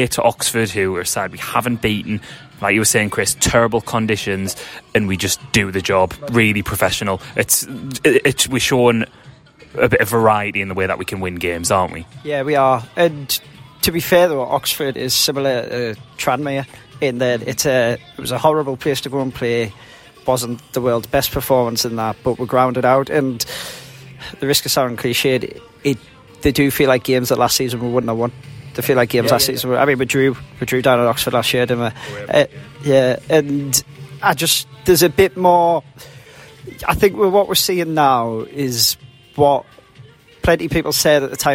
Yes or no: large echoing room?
no